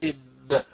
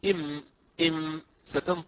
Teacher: الباء والميم يخرجان بانطباق الشفتين